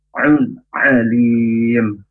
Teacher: Ya, huruf ain dari tenggorokan yang tengah.